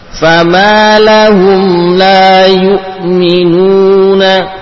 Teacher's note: Hati-hati wawu pada yu'minun ya. Jangan diberi gunnah.